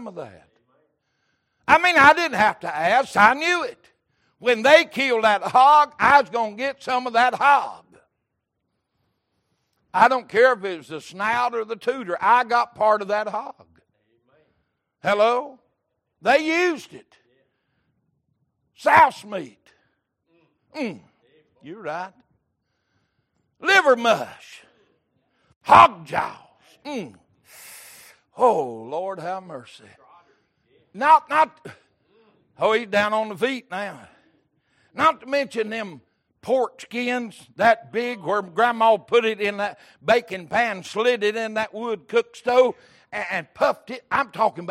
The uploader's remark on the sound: Sunday Evening Service